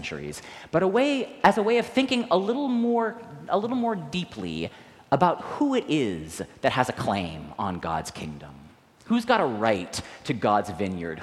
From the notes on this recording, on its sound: Recorded live at the 10:00am service on Sunday, October 8, 2023.